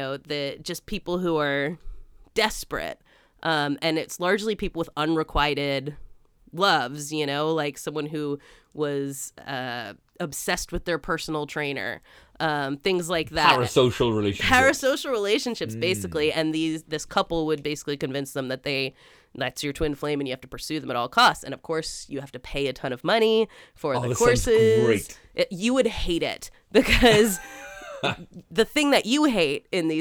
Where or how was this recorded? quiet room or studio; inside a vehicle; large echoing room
quiet room or studio